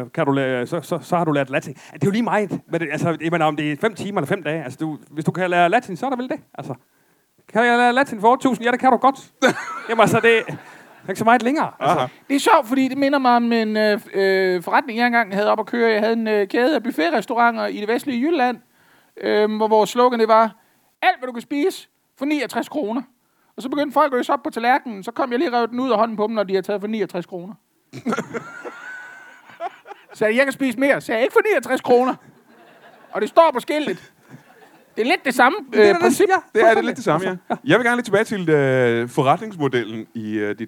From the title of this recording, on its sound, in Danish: LIVE fra Randers